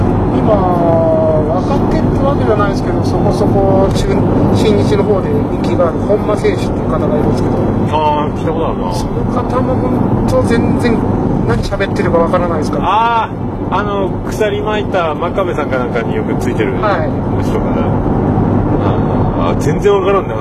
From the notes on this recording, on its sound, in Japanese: 送ってもらいながらの収録です。オルネポ奇跡の愛知県ラスト配信。